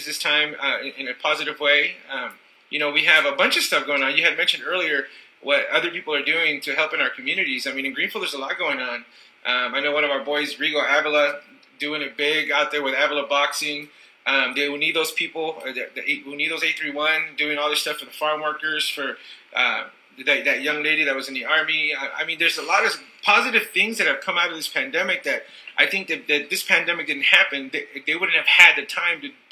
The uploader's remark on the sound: sorry for the audio, we are beginners